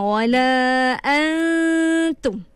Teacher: Kita tak sebut secara jelas nun, betul tak? Kita terus masuk pada huruf ta. Tapi kita pinjam dia punya dengung. · Kita sembunyikan makhraj dia, tapi kita kekalkan dia punya sifat pada nun tu. · Term: ikhfa